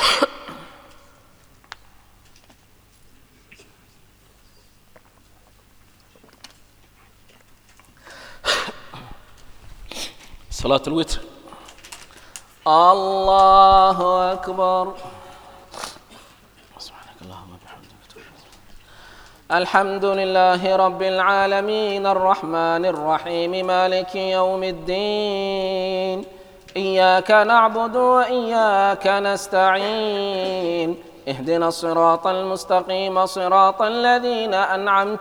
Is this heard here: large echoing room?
yes